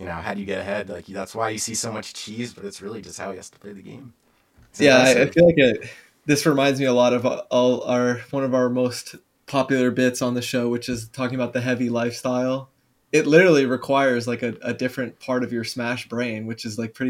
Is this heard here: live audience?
no